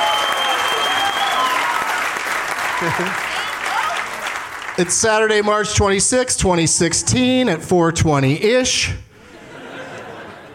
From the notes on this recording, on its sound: Live from the San Jose Improv